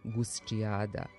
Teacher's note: Kad se imenici guska, tačnije tvorbenoj osnovi gusk, doda nastavak jada, zadnjonepčano k ispred vokala prednjeg reda i prelazi u prednjonepčano č